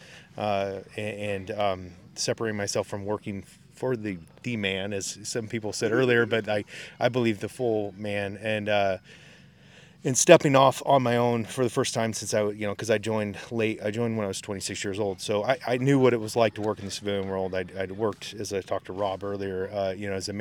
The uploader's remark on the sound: IN PERSON ROUND TABLE AT THRIVALIST FAIR. This is the recording of the Workshop Get together at the Thrivalist Fair in Addy WA.